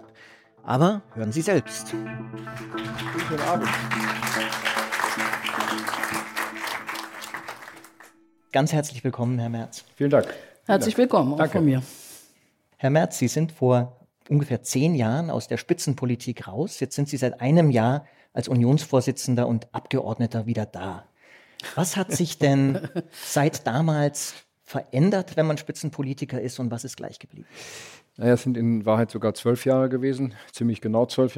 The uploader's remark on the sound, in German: Im Rahmen der Veranstaltung "Eine Stunde ZEIT". In Berlin vor Publikum führten.